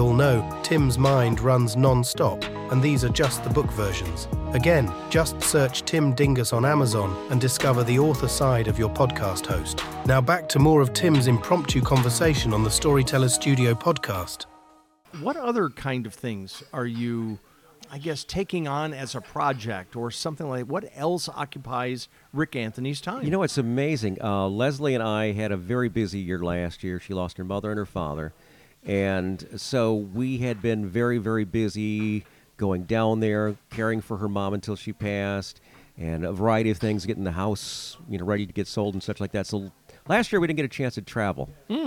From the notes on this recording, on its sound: We meet at Maxim's Diner in Merrillville, Indiana on January 23, 2024. During a day filled with freezing rain driving.